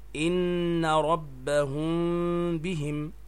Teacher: الإخفاء مع الباء ويسمى إخفاء شفوية، وتصحبه مع ذلك غنة